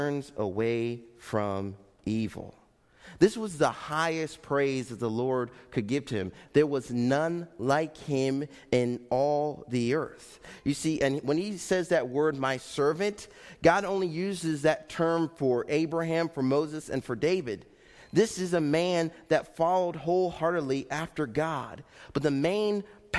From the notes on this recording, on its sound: Faith Baptist Church in Hamilton, NJ.